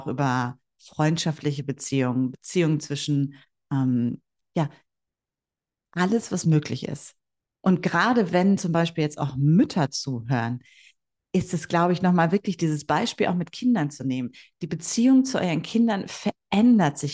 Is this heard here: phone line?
no